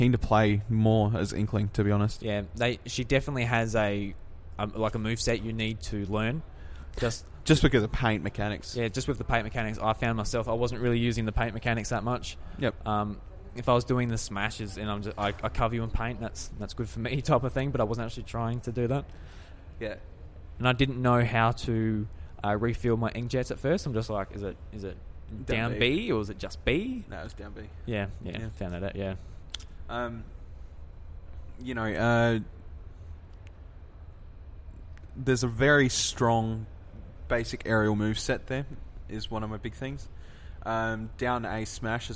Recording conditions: busy venue